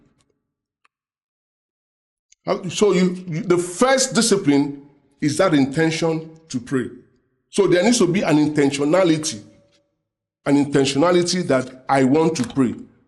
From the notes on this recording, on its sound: preached during the Sunday Service